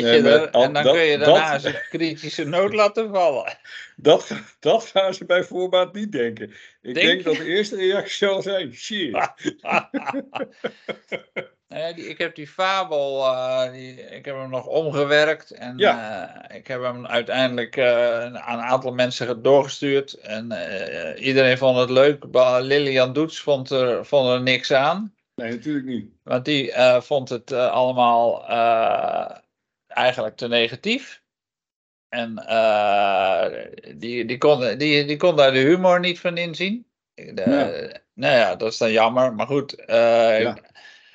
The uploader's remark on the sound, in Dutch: Geluidfragment via clipchamp losgekoppeld na downloaden vanuit opname in Teams.